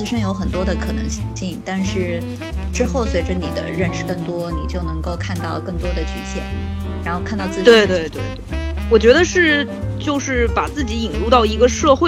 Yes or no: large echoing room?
no